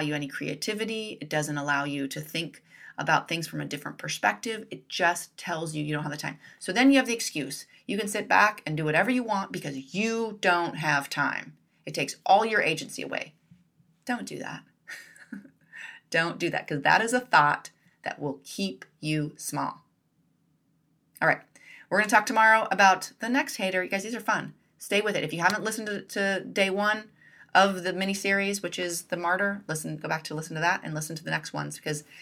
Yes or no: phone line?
no